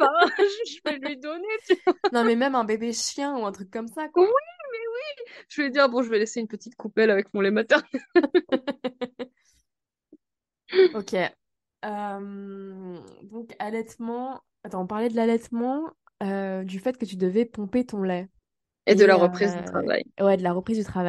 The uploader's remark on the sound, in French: Cet épisode a été enregistré en distanciel